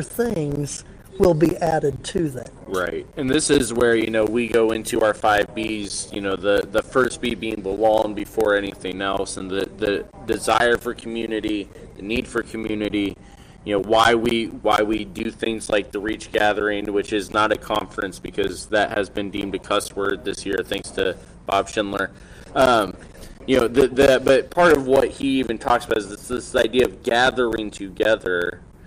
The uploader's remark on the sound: LIVE from REACH 2021